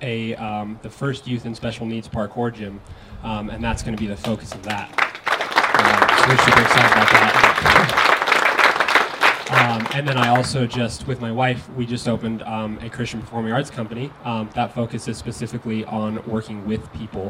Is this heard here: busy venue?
yes